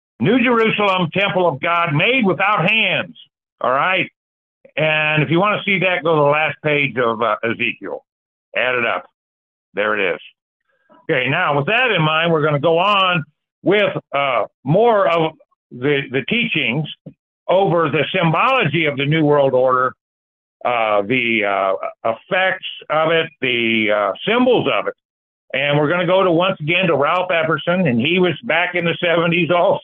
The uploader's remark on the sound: Call in Bible Study